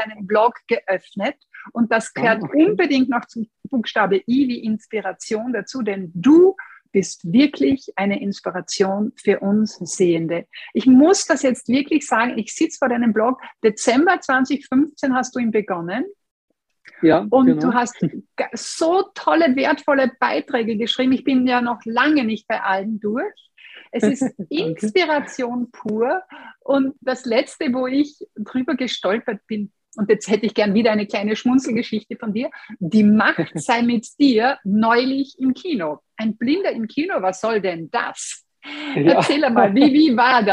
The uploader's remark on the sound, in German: Diesen Fragen und mehr sind wir in unserem Gespräch via Zoom nachgegangen.